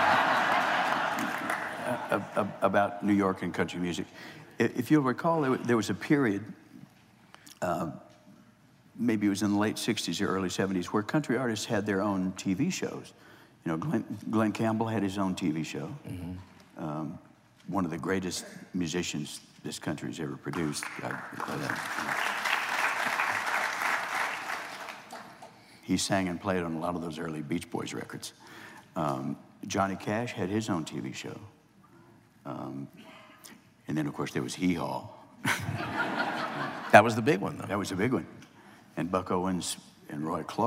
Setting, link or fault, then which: setting, live audience